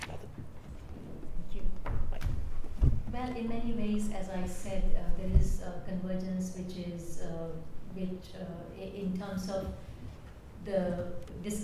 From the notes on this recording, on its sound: Talk recorded at event Wednesday 23 October: 6:00pm - 7:30pm St John's College Fisher Building, St John’s Street, CB2 1TP